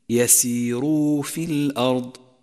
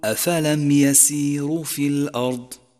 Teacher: لاحظ كيف مدت الواو حركتين · Shown in: first take · يسيروا في الأرض، ومن الخطأ أن تقول أفلم يسيروا في الأرض. · Term: المد الطبيعي